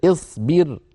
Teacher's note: الحرف الثالث وهو الباء مكسور فكسرنا الهمزة عند البدء اصبر. نعم اكشف، ربنا اكشف، لو بدأنا نقول اكشف الشين مكسورة لذلك كسرنا همزة الوصل عند البدء.